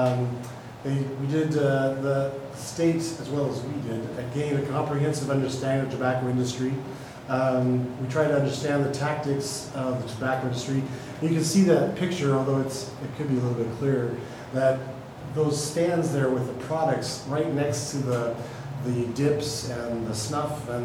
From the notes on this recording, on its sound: Live recording of Astoria City Council Meeting